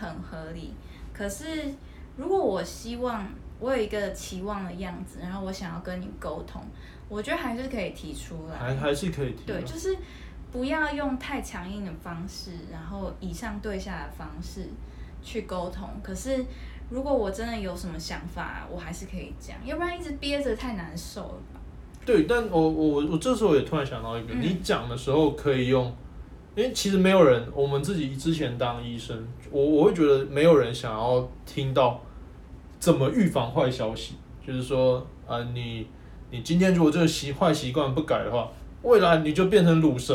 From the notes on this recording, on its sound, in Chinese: 這一集是我們在IG直播留下來的音檔，雜音多一些些，還請大家見諒。